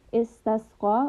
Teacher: we want a sharp whistling sound and we want to rest upon this seen. Istasqa, also we have the letter qaf, which is permanently heavy.